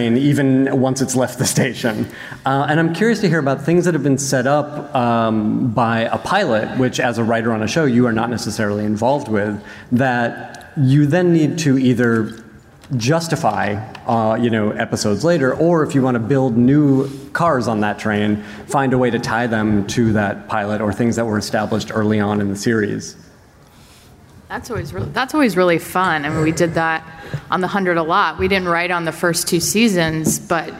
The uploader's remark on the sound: Recorded at San Diego Comic Con, July 19, 2019. Writing the Rules of Magic panel.